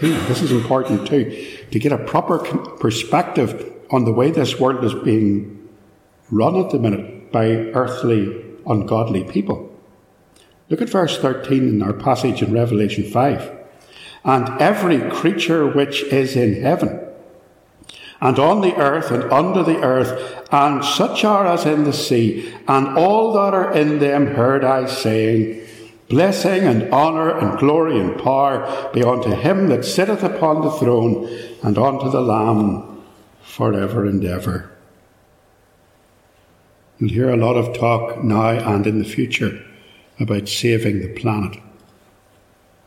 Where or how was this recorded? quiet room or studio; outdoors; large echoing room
large echoing room